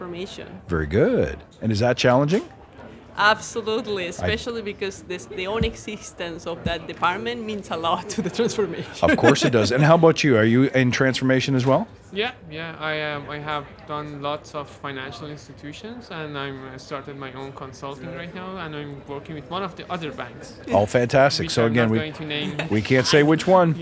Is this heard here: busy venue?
yes